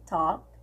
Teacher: não falo L também